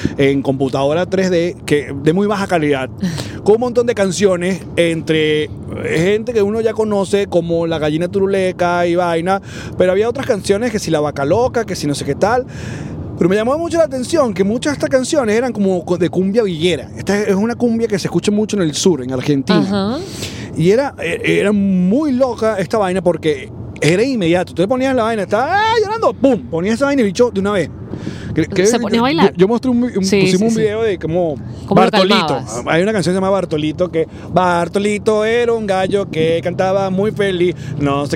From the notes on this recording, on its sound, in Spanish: un programa grabado directamente desde la via Houston - Dallas